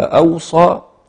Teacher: قرأها هكذا وأوصى بهمزة بين الواوين وبسكون الواو الثانية هكذا